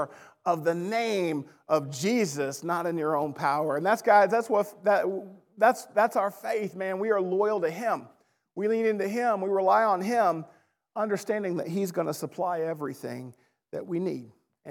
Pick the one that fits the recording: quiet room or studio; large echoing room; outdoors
large echoing room